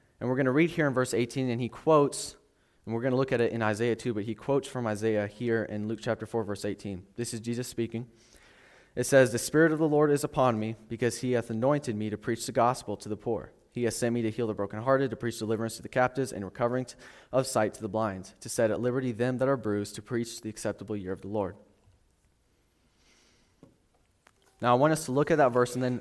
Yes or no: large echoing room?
yes